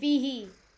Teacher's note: ha has a كسرة. So you gotta stretch the sound, right? Yeah.